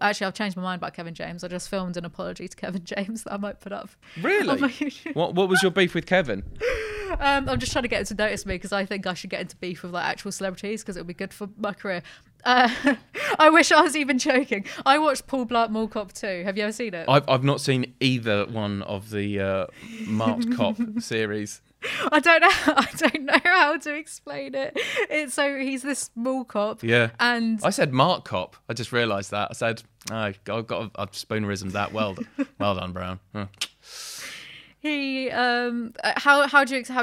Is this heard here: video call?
no